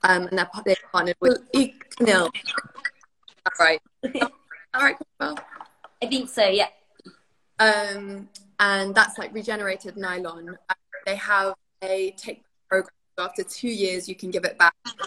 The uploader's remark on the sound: This Talk is part of an Instagram Live Series